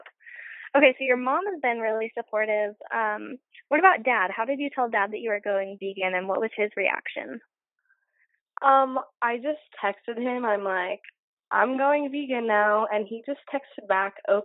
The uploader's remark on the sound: do a quick phone call with me